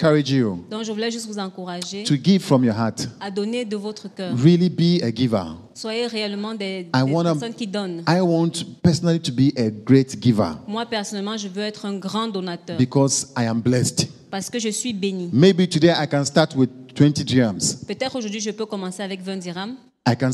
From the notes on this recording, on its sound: Preached during Joyful Hour Sunday Service Rabat